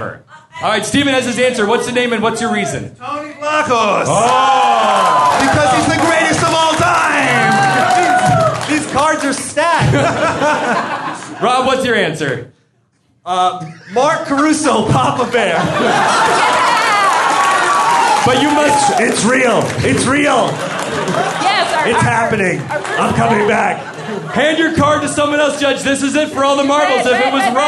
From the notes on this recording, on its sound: LIVE From the Hollywood Improv. Answer audience questions with special Survivor guests.